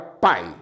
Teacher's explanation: Ele é decrescente quando vem primeiro a vogal e depois a semivogal